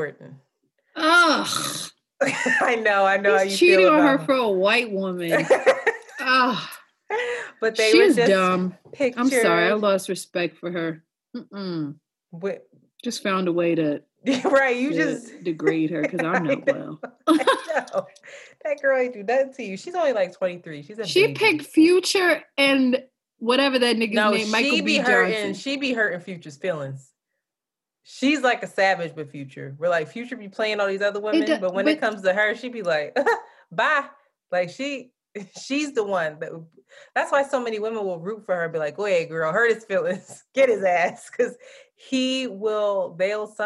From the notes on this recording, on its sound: SD card fails her, so we have to resort to using audio from Zoom